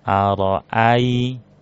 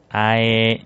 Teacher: Jadi dibacanya lembut. Ara'ai ya, suaranya dipastikan dominan ke suara huruf i ya, huruf i. · Shown in: first take · Ara'ai, nah gitu, i ya, ai. · Term: harful lin